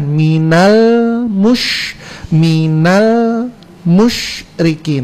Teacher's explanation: ketika kita membaca minal itu ujung lidah itu menyentuh langit-langit bagian depan. Minal itu kalau langsung dilepas sebelum membaca huruf yang berikutnya, imompelo minal, mempelo begitu.